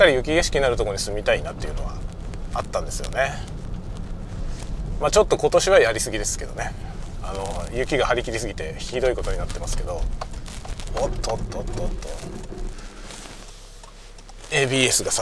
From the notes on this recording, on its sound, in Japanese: 祝日ということで昼ごはんを買いがてらホームセンターへ行くことに。その道中運転しながらの収録です。運転中。